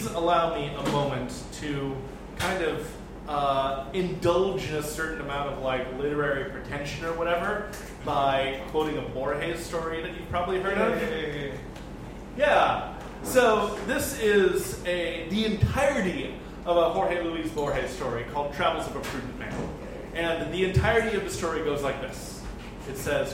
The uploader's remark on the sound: Live at Floyd’s